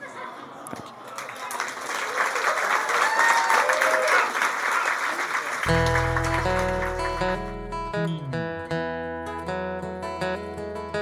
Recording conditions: live audience